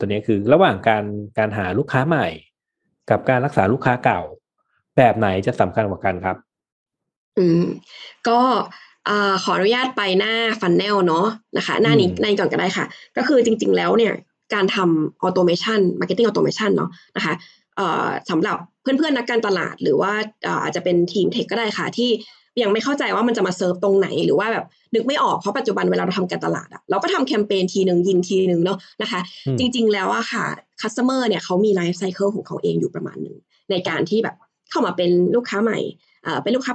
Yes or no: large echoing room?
no